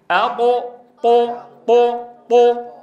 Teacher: يتقعر وسط اللسان ويتضيق الحلق لتوجيه الصوت نحو قبة الحنك · Term: صوت الطاء